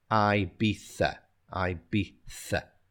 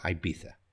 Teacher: even though it's spelled I-B-I-Z-A, we have that TH sound at the end